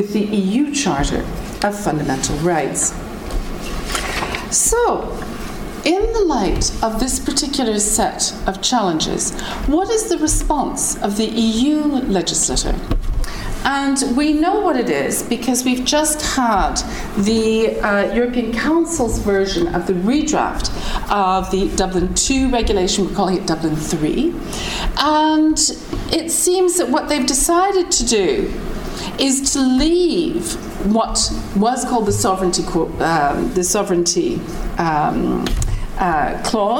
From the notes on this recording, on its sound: Public Seminar Series, Trinity term 2012. Recorded on 16 May 2012 at the Oxford Department of International Development, University of Oxford.